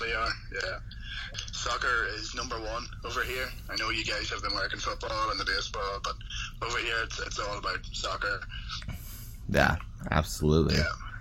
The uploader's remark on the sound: via phone